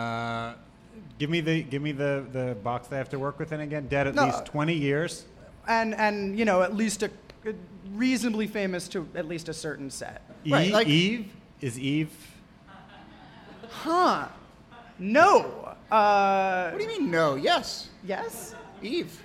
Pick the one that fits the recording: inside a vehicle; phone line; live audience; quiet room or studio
live audience